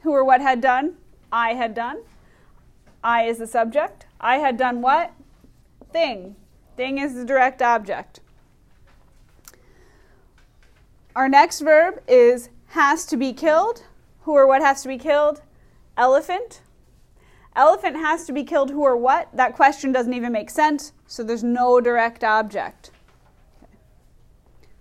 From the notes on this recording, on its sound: Recorded in class on 11/5/19